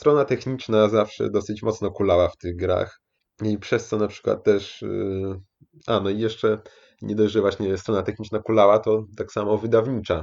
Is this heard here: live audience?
no